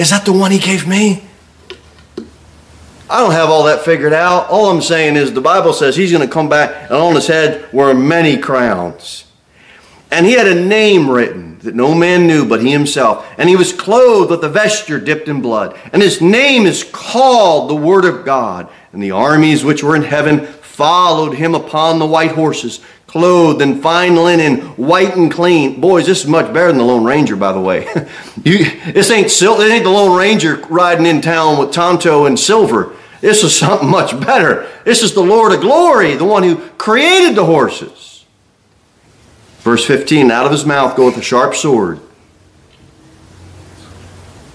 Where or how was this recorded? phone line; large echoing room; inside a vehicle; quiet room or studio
large echoing room